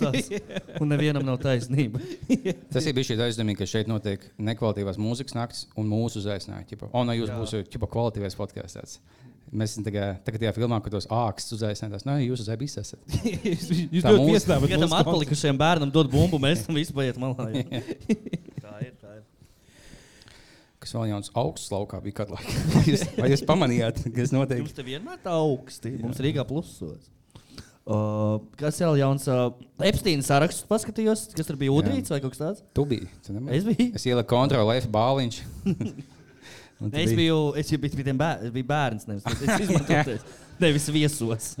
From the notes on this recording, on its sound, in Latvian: Ieraksts no Live epizodes Cēsīs Fonoklubā